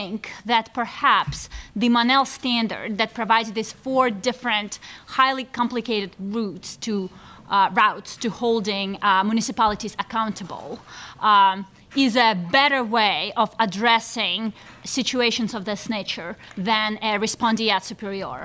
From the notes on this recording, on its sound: Live at Texas Law. The episode was recorded before a LIVE student audience at the University of Texas School of Law in Austin at the invitation of the UT chapter of the Federalist Society.